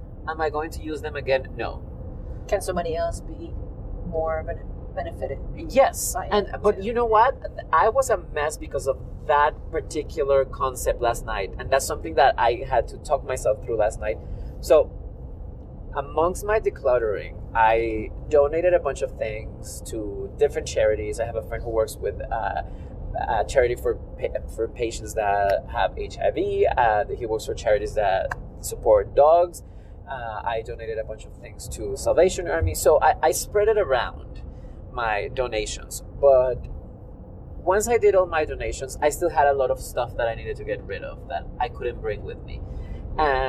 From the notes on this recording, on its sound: We record from the road our last episode together.